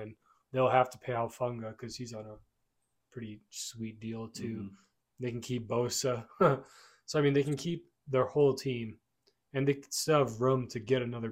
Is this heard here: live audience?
no